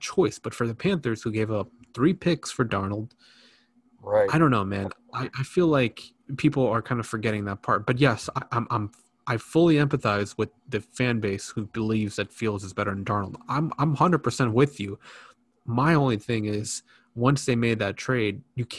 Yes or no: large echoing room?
no